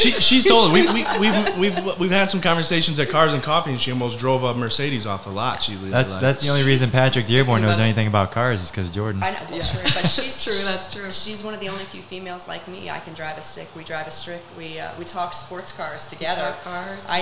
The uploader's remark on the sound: Recorded live at the new Naples Ferrari Dealership. Hosted their quarterly event for the top 500 agents in SWFL.